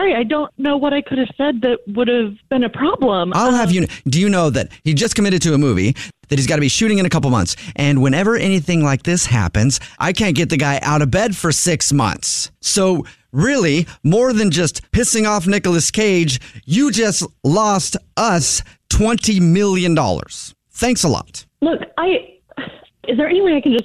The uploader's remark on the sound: In this Phone Prank! A Jubal Phone Prank is when our listeners set-up a friend or family member to wake up with The Jubal Show, phone prank style.